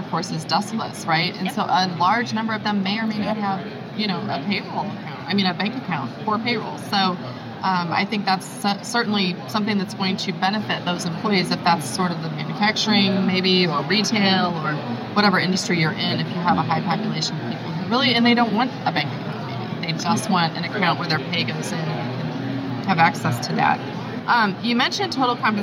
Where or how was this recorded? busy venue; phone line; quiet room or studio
busy venue